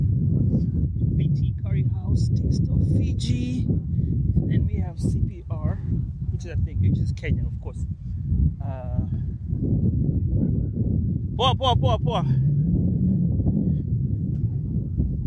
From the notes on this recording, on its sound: We will also hear conversations and sounds from the stadium